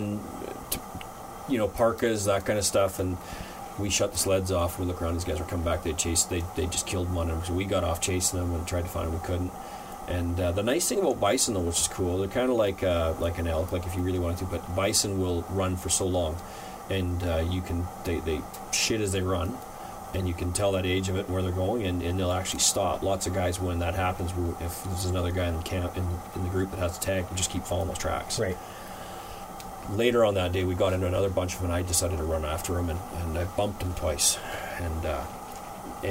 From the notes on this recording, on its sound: Live from Camp!